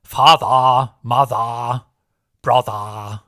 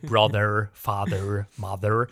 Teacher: britische Varietäten des Englischen eher dazu neigen, das R nicht auszusprechen · Shown in: first take